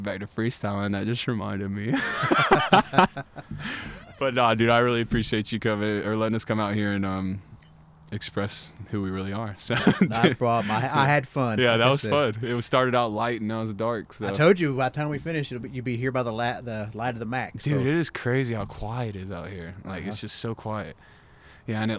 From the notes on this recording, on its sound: Live from the Bird's Nest.